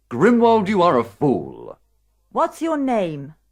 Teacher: They have all got falling tunes.